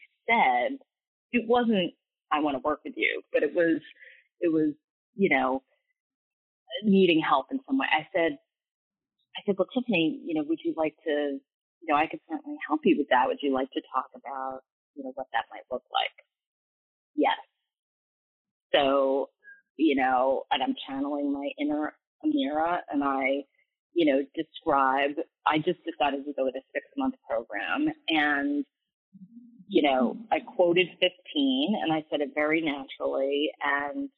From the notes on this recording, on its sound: All of these coaching calls have been recorded with permission from my clients. Please be aware that these are not studio recordings, and the sound quality may vary.